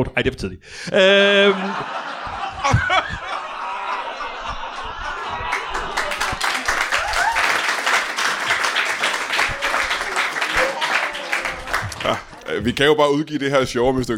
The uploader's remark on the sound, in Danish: LIVE fra Kolding